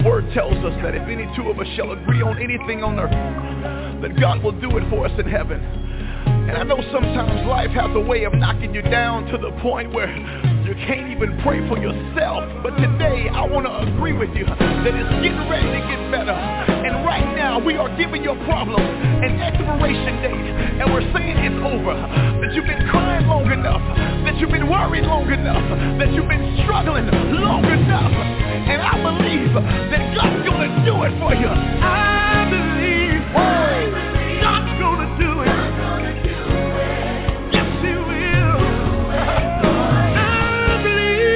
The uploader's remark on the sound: TNTSuperfantastic Conference Call